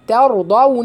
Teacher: ترضون الراء مفخمة قولا واحدا، ليه؟ لأنها ساكنة وما قبلها مفتوح.